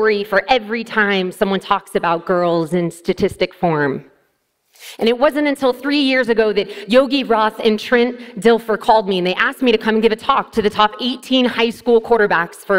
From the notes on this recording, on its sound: TEDxUniversityofNevada. This talk was given at a TEDx event using the TED conference format but independently organized by a local community.